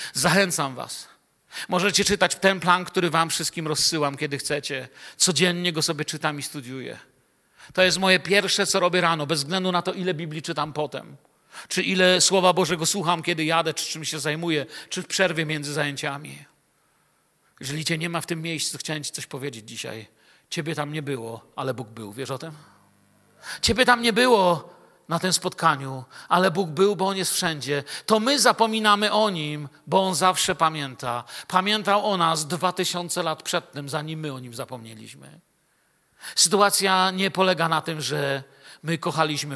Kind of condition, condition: setting, large echoing room